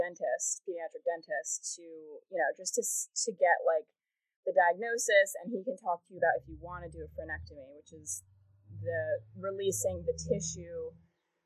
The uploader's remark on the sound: this episode was recorded via Zoom, so the sound quality may be interrupted periodically